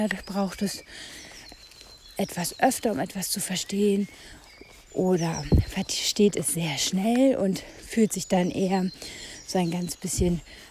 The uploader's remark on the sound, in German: Diese Folge wurde draußen aufgenommen und kann Nebengeräusche beinhalten und eine schlechtere Tonqualität aufweisen.